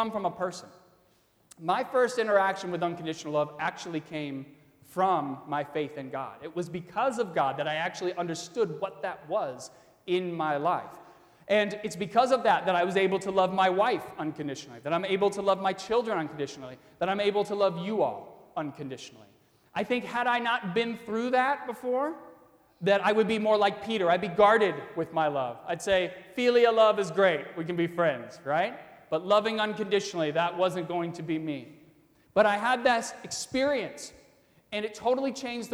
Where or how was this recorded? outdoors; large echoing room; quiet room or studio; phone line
large echoing room